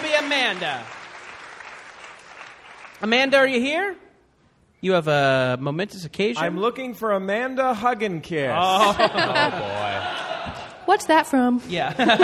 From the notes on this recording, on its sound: On stage at the Angel City Brewery in a very hot room in downtown Los Angeles for the final show of the Summer Boys of Summer Tour.